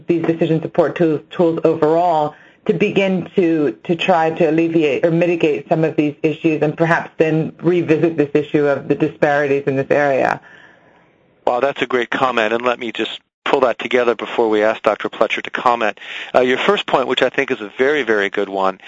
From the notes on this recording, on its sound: Author in the Room® Teleconference